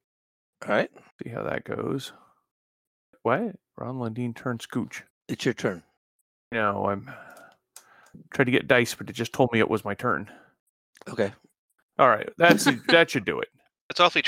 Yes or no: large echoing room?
no